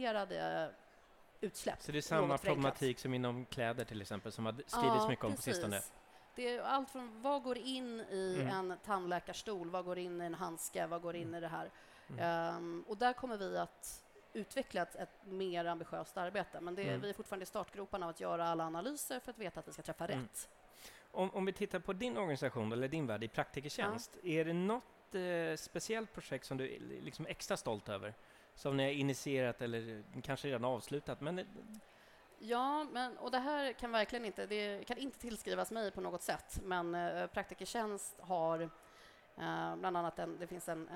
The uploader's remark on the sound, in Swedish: Live från tandläkarmässan. Live-podd från Swedish Dental Expo.